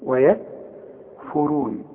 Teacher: يبقى الراء هي اللي في هذه الكلمة المفخمة فقط